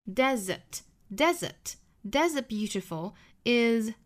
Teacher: 张开 what makes the desert beautiful 这个 what 尾部 t 也省读了 Makes a desert beautiful. 这个 desert,我们注意中间的这个 S 要发成 Z.